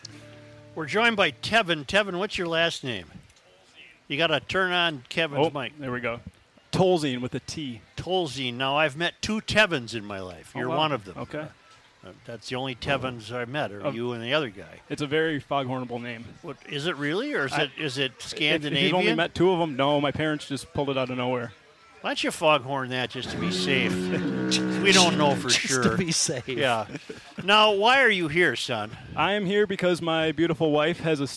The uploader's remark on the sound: Day 1 from the MN State Fair!!